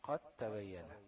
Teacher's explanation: دال ساكنة بعدها تاء تدغم الدال في التاء · Term: إدغام الدال في التاء